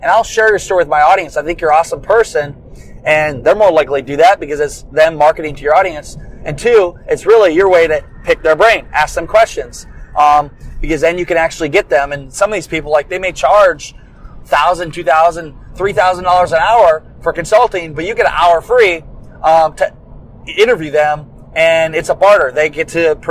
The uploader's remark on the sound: On the long road from Iowa to Orlando, I picked up my mic and hit record. What I am using to record this from the car.